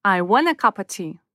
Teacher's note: Каппа происходит от cup of, чашка, чашка чего-то. Слышите, что нейтивы снова съели предлог of?